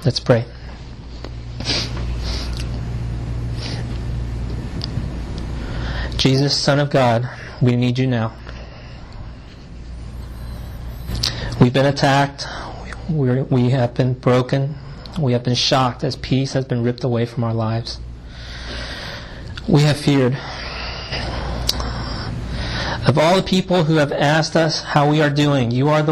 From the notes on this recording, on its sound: delivered at Great Commission Community Church in Arlington, Virginia